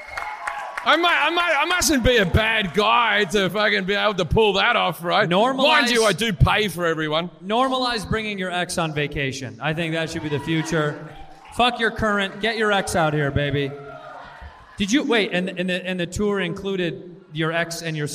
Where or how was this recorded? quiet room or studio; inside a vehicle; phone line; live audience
live audience